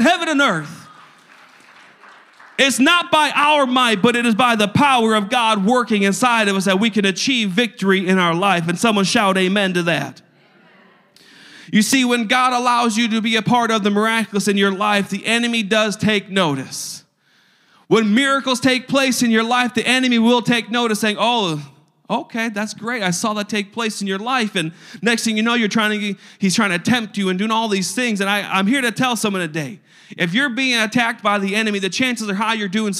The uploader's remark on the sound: a service recording from Connect Point UPC